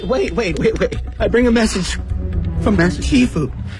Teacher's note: Bring a message 后面稍作停顿